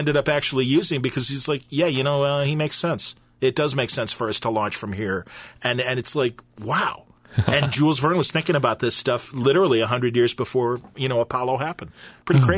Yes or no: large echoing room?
no